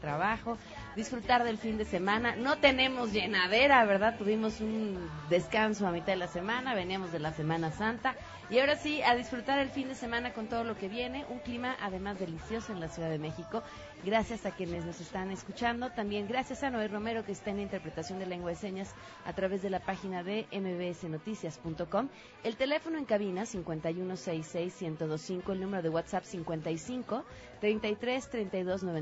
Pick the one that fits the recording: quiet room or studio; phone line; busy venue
busy venue